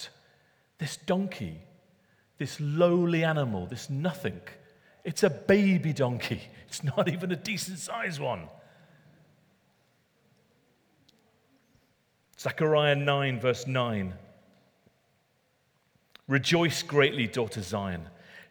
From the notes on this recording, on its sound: Recorded at Middlesbrough Community Church.